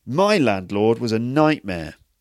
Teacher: you're actually emphasizing I or my there, which is basically a signal to everyone that you're going to tell a little story